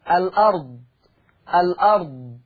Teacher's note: يعني هيعملها لام مفتوحة، هيشيل الهمزة وياخد الفتحة يحطها لمين؟ للام، فتبقى اللام مفتوحة · Term: النقل